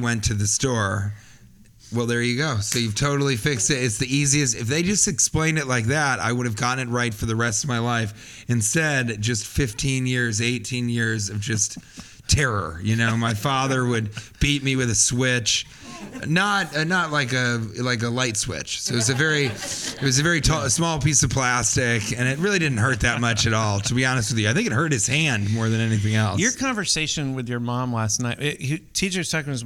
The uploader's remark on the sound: Recorded live at West Nyack Levity Live Comedy Club.